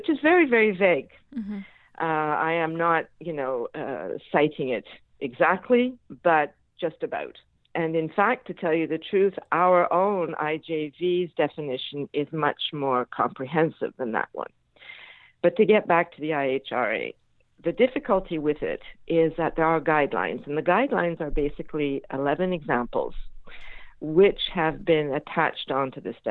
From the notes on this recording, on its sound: I had with me on the phone